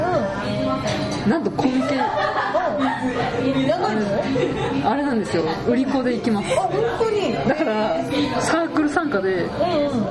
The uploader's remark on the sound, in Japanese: 居酒屋収録なので大変周囲が騒がしいです。